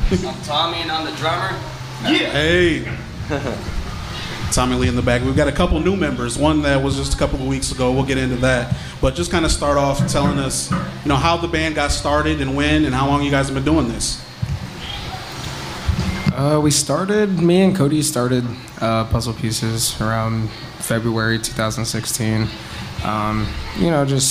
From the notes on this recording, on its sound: LIVE at Neat Neat Neat Records and Music. Located at 1836 South Calhoun Street in downtown Fort Wayne.